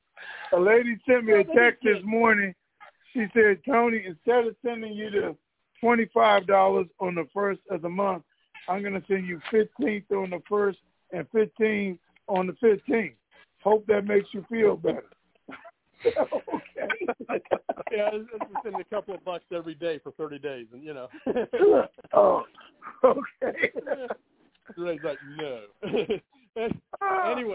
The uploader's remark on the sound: Conference Call